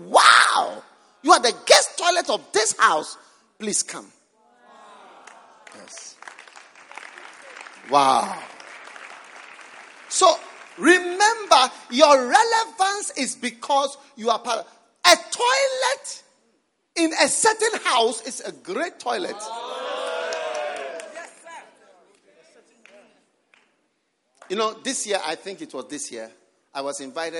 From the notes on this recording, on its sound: Preached at the Prophetic Encounter Service.